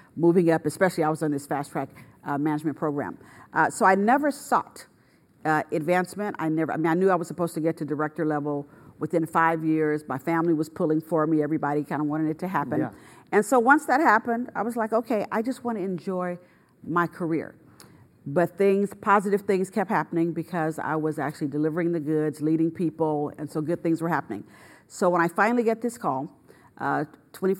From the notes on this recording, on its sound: Kirk Brennan Speaker Series. During student-led interviews and before a live audience.